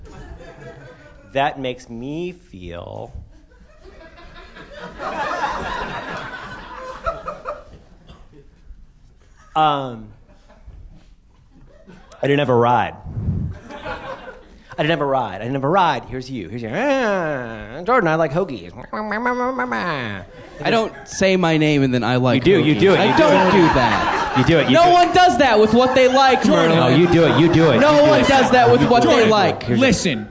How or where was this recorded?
live audience